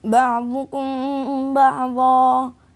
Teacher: الميم مع الباء إخفاء شفوي مقدار حركتين